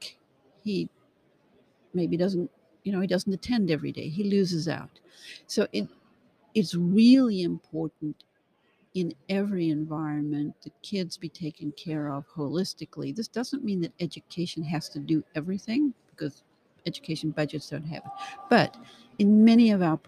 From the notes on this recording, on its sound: LIVE from the WISE Summit 2021. Recorded LIVE & in person from the 2021 World Innovation Summit for Education (WISE).